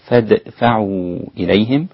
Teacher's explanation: فادفعوا إليهم، راعي القلقلة في الدال ورقتها، فادفعوا إليهم، والمد هنا المنفصل الجائز على حسب الرواية 2 أو 4 أو 6